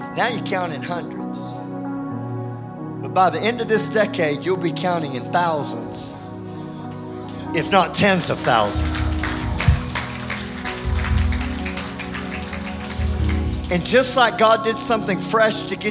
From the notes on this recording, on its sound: IKON Church. Recorded live at the Chesterfield Campus this is the message from the evening service on the 2nd February 20.